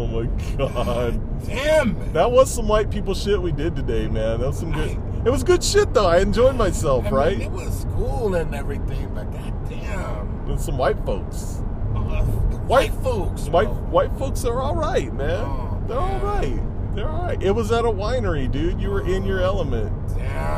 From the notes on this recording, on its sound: ROAD TRIP! Talk about their problems all the way home. We can hear the engine noise too.